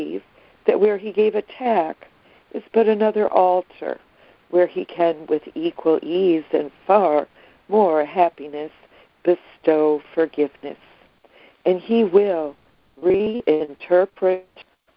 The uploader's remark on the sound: ACIM Daily Conference Call.